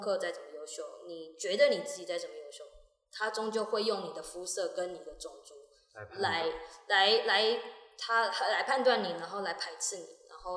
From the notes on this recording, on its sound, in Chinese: 本集收音不佳，有些回音，請見諒！